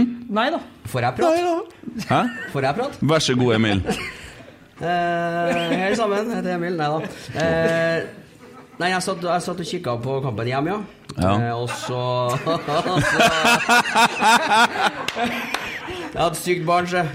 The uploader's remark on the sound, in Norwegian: Live pod fra Lerkendal.